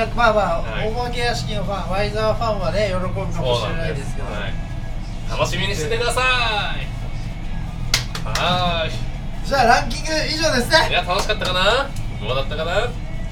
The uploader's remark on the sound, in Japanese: ラジオ収録しながら、同時にピザトーストを売ってます。